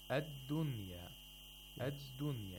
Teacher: the dal is a letter of Shidda. You can't spend too much time on the dal.